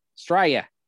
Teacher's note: Yanks say Australia just like it's spelled, Australia. Us lazy Aussies say Australia, with a hard emphasis on the first A.